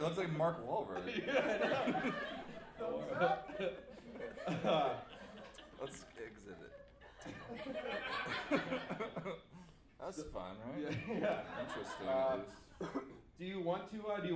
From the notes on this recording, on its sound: LIVE IN AUSTIN